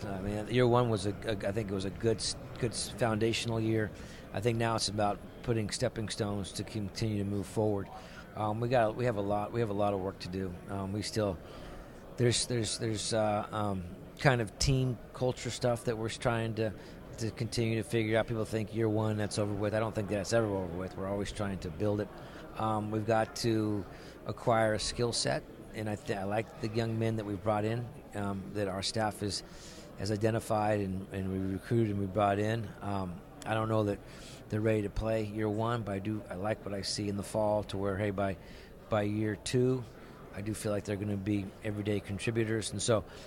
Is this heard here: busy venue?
yes